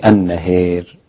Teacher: النهار كلمة ممالة عند الإمام أبو عمرو والدوري عن الكسائي · Term: الإمالة